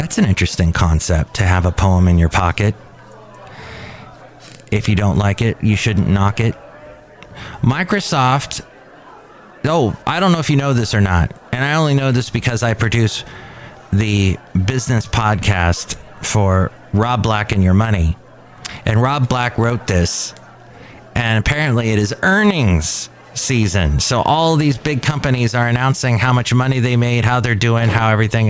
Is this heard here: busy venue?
yes